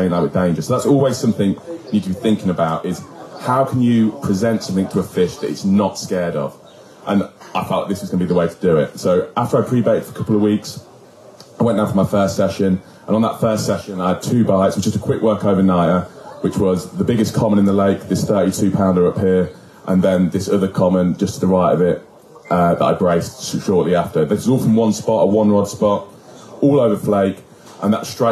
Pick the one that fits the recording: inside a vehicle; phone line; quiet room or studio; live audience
live audience